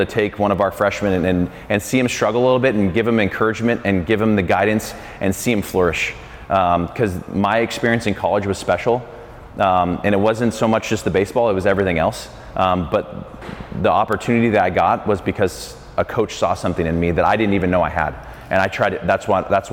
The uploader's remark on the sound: This week’s ABCA Podcast is an on-location episode from Lewiston, ID for the NAIA World Series.